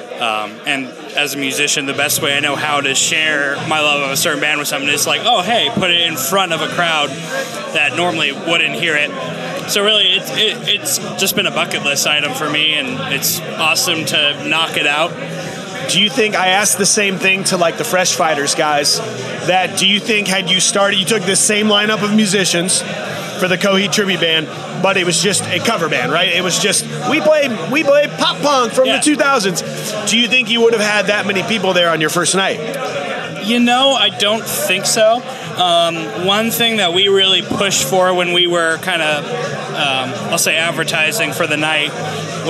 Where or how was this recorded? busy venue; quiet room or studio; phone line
busy venue